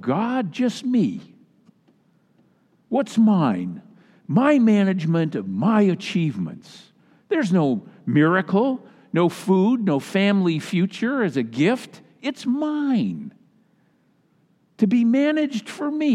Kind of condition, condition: setting, large echoing room